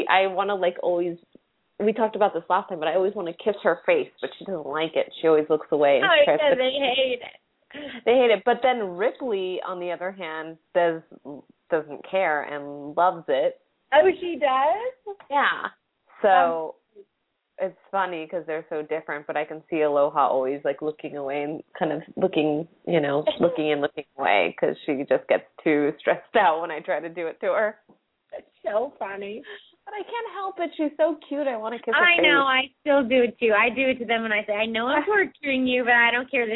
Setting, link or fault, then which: link, phone line